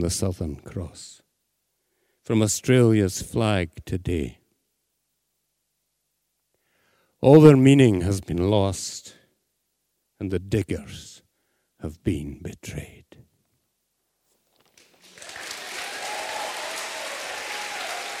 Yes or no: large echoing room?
yes